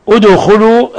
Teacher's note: الدال ساكنة تقلقل كما لا يخفى